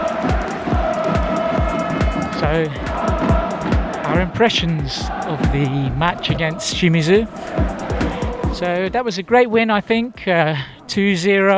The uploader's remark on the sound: At half time and while walking on the way back from stadium.